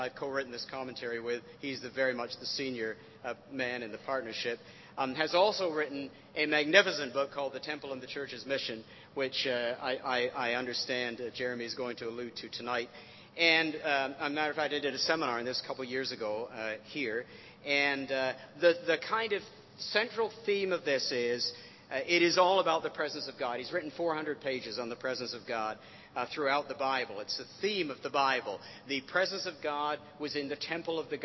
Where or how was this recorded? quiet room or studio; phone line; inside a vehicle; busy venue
busy venue